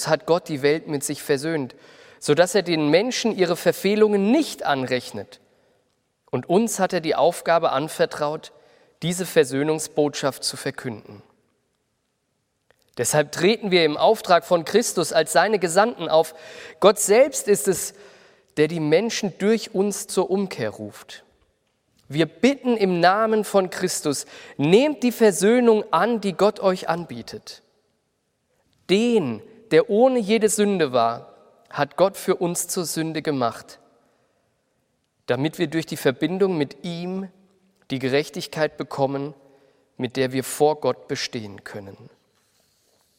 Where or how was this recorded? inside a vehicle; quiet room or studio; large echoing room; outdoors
large echoing room